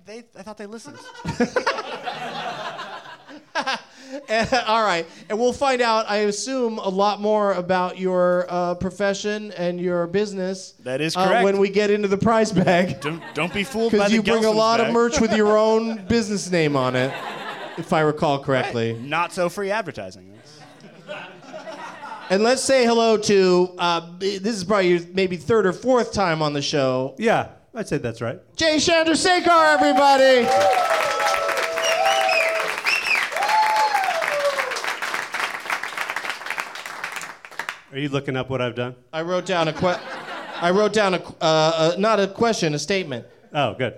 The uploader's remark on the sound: Live from the NerdMelt Showroom in Hollywood